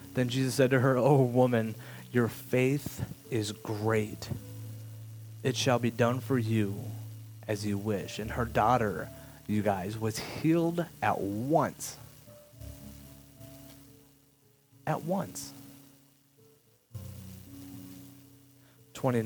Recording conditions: background noise